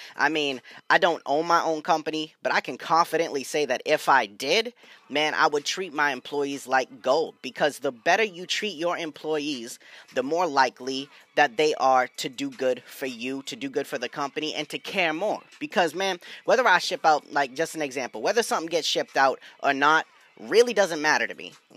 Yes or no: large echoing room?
no